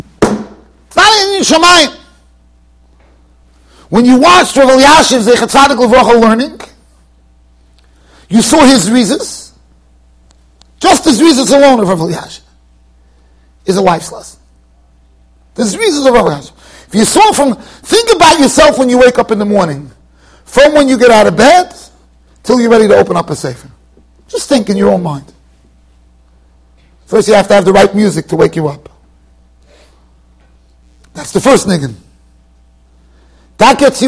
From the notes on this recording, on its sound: Shiur recorded in Yeshivas Ohr Reuven, Monsey NY.